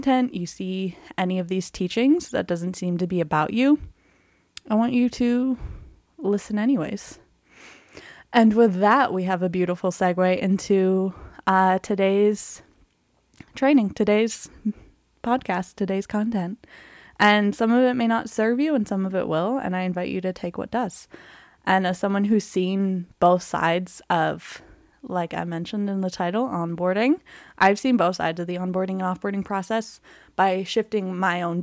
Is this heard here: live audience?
no